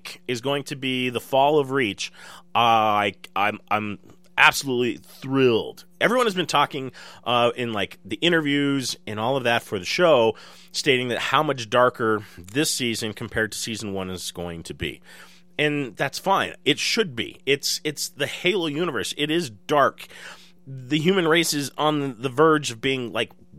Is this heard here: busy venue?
no